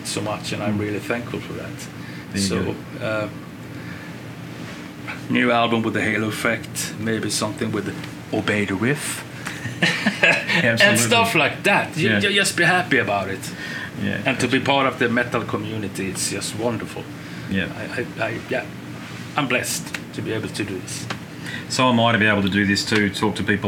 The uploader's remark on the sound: The conversation was recorded aboard the 70000 Tons of Metal 2024 cruise.